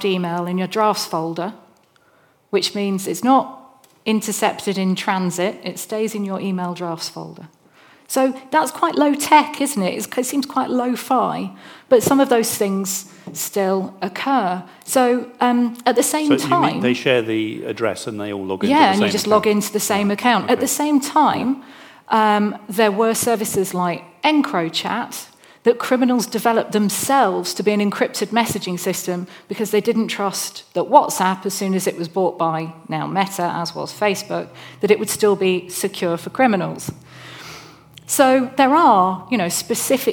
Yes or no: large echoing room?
yes